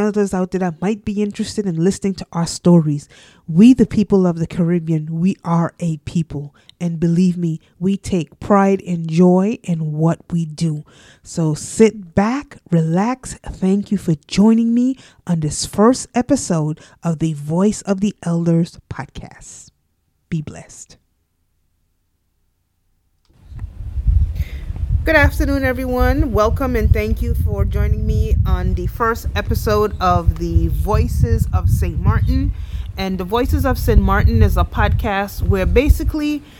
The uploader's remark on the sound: This interview was recorded on the island of Sint Maarten/Sint Martin in her back yard.